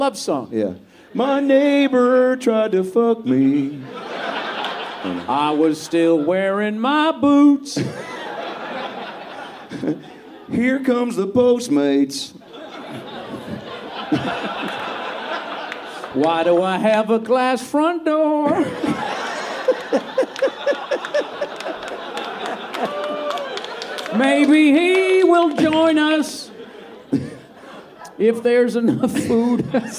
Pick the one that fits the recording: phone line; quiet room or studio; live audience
live audience